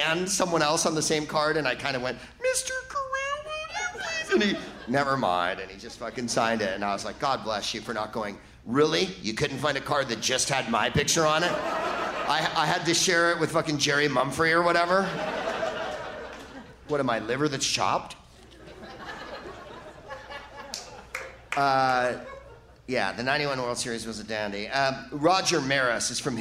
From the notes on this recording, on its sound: Live from the Varsity Theater in Minneapolis